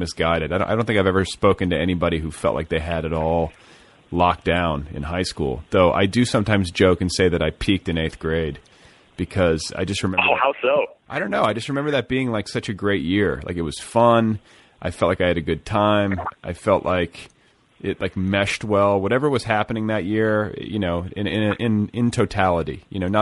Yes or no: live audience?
no